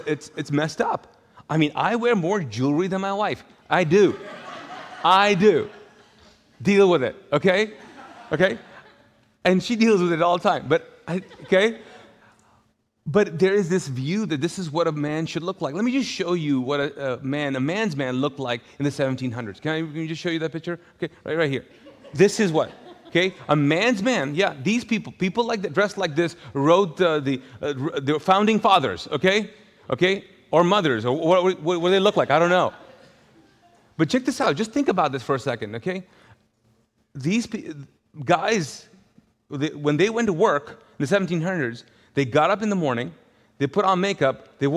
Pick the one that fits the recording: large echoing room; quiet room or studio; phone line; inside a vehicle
large echoing room